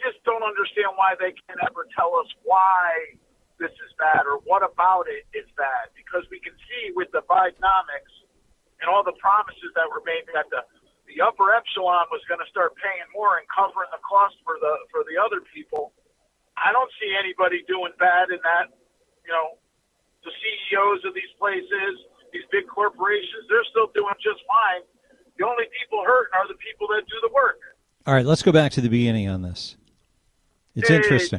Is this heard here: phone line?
yes